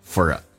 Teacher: For 不被强调弱化成 for,再跟 a 形成一个连音